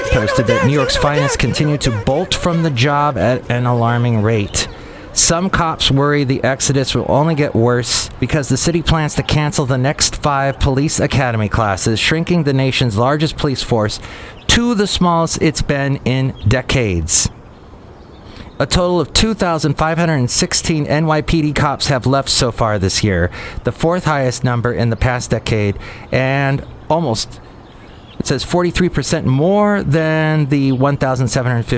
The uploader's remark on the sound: podcasts live from Café Anyway